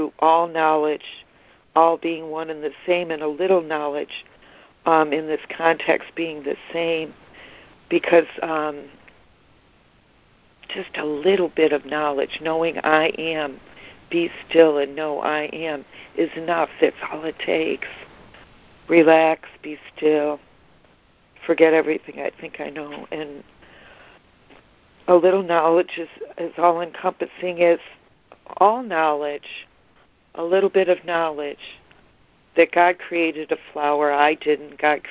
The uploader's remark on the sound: ACIM Daily Conference Call.